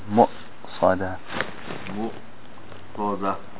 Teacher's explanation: This is from the bottom of the throat, the hamza.